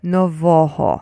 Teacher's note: So just do the same thing, add the same kind of ho at the end. So so say Novoho, but only with the stress on the middle syllable, which is Novoho.